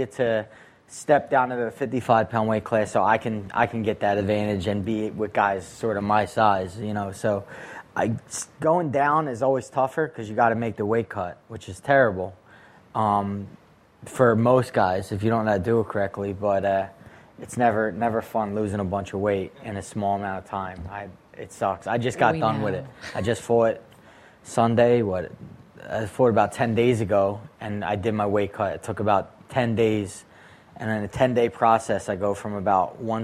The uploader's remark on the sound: Another great crowd and fun night on the Podcast. Was upset with the slow internet.